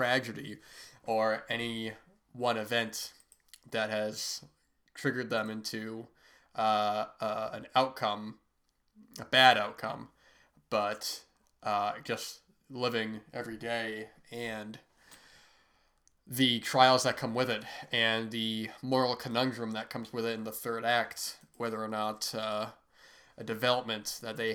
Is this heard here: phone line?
no